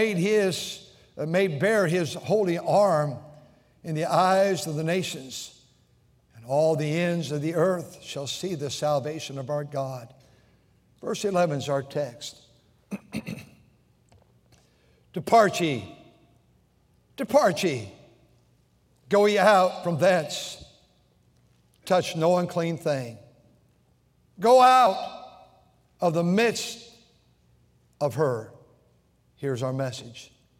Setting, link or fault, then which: setting, large echoing room